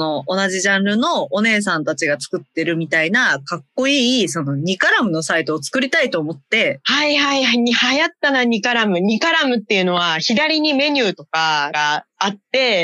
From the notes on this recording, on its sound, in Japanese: 今週もリモート収録です。